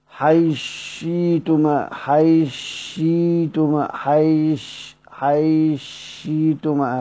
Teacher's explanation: وادغم ثاء حيث في شين شئتما · Term: الادغام